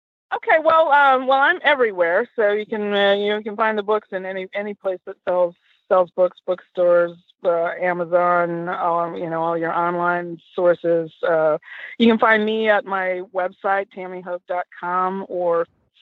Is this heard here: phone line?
yes